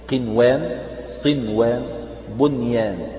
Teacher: هذه النون أظهرت رغم أنها وقع بعدها حرف من حروف ينمو